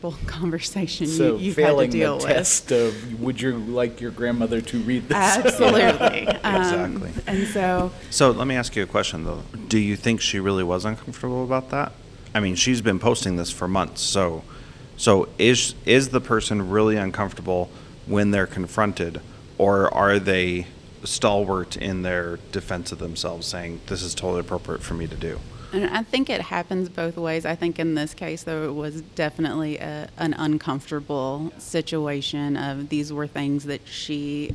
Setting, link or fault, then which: setting, busy venue